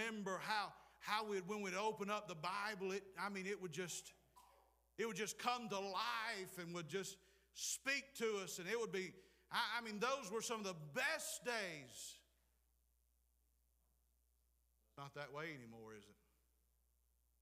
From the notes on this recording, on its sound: Preached at Clifton Baptist, Forest Ms.